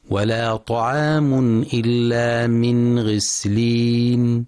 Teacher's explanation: ينتبه القارئ برواية حفص لإظهار النون الساكنة عند الغين، فلا يقرأ بالإخفاء